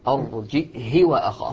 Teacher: يقرأ بالهمز الساكن مع كسر الهاء وقصرها